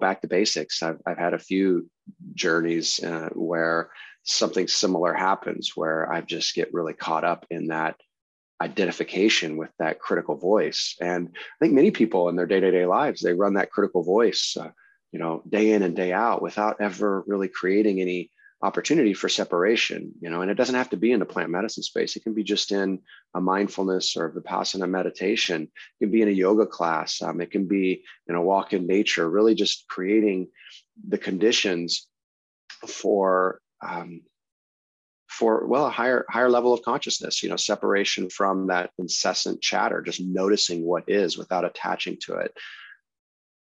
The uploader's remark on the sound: I generally start the podcast as soon as I connect with my guest on Zoom. The podcast has a little bit of a jump at the beginning.